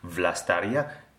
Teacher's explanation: It's really softly on the lip, the upper teeth with the down lip · Term: voice consonant